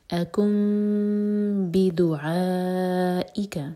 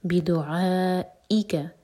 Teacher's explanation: ع چار حرکہ لمبا، مد متصل اور اس کے بعد حمزہ پر کٹ آف ساؤنڈ